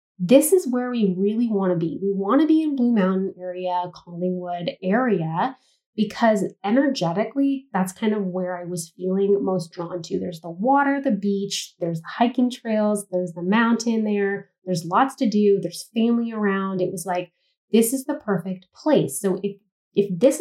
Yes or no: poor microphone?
yes